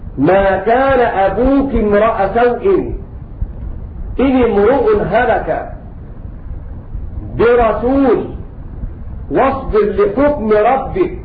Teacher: فإن الراء عند ورش تفخم كجميع القراء حيث إن الكسر في كلمة منفصلة عن الراء والراء في الكلمة التي بعدها